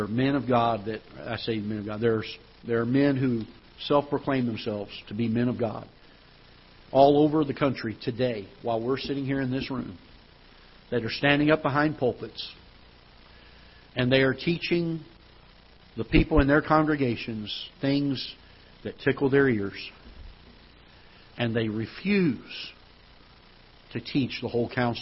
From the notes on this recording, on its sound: Ketha Heights Baptist Church ~ Live Broadcast.